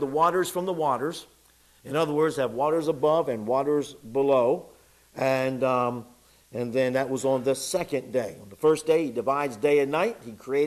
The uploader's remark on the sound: It was preached in the evening service